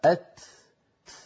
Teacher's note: فلذلك الكاف والتاء فيهما صفة الشدة في أولهما وهي انحباس الصوت، وفيهما صفة الهمس في آخرهما وهي جريان النفس